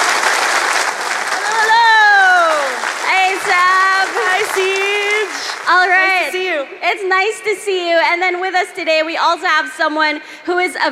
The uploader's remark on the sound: Live at the Hear For It podcast festival. Spoke at a live history panel at Hear For It, the first podcast festival in the Philippines.